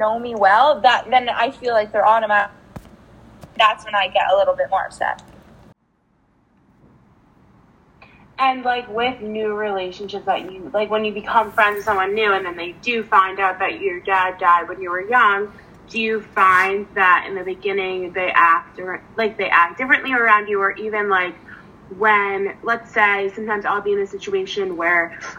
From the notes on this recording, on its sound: This episode had a bit of technical difficulties.